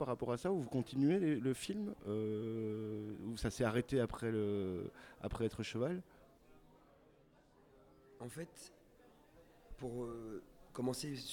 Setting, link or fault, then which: setting, busy venue